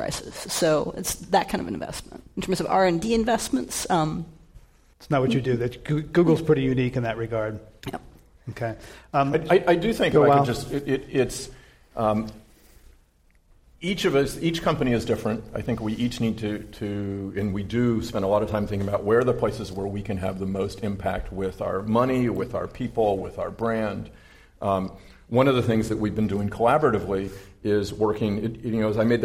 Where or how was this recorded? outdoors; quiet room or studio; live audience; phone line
live audience